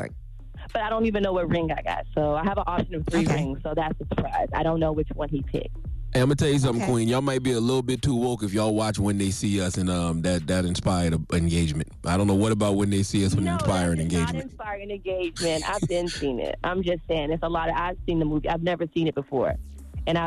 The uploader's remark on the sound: call in to the show